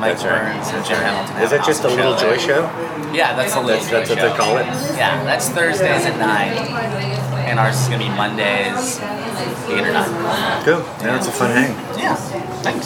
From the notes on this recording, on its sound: at Rutt's Cafe in West LA